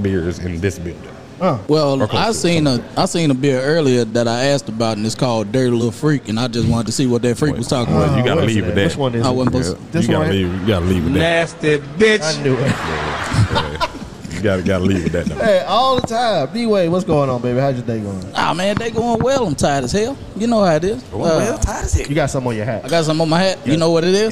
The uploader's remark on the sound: Today we are live at The Casual Pit.